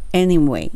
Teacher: この anyway も n の時に歯の裏に、えーと、ベロ当てて anyway にします